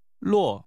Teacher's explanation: The name is pronounced with a falling tone. 洛。 Followed by a rising tone.